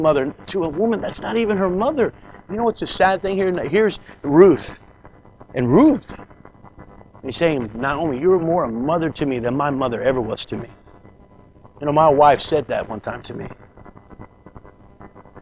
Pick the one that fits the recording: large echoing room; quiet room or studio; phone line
large echoing room